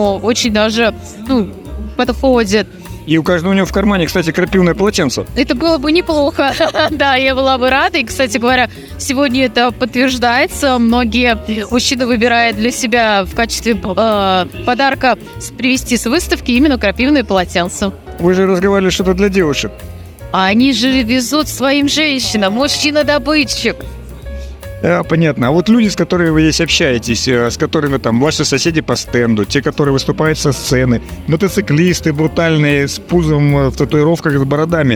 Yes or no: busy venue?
yes